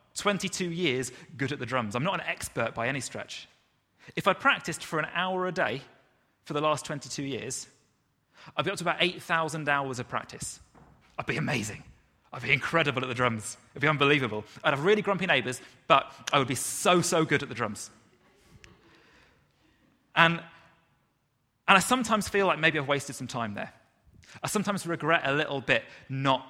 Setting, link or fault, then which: setting, large echoing room